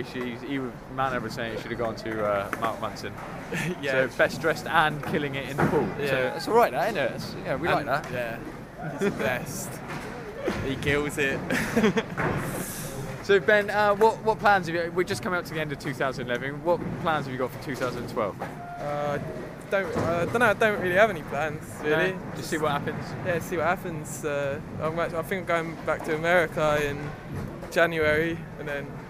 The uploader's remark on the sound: Audio from the 2011 Vans Concrete Carnival.